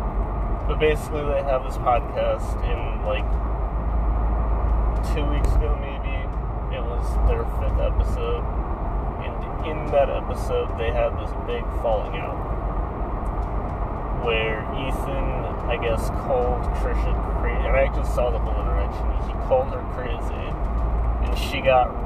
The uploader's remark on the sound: I realized how bad the audio quality is with the car engine in the background.